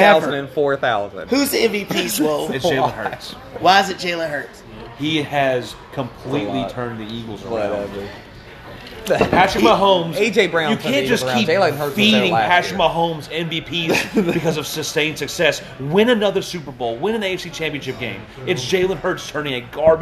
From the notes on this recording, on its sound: Live at Macados